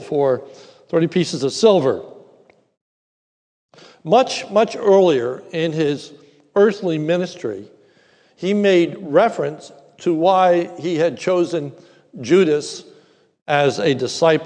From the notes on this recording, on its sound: This is a sermon recorded at the Lebanon Bible Fellowship Church in Lebanon, PA during the morning service. Was preached during our celebration of Communion.